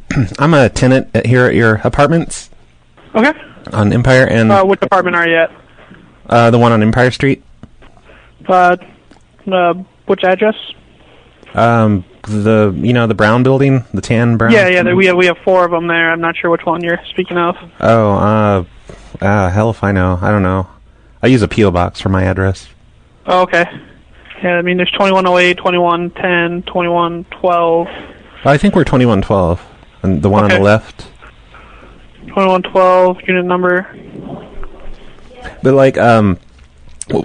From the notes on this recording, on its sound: Prank Phone Calls Collection